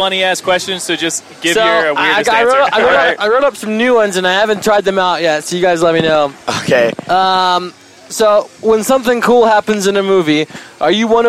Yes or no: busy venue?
yes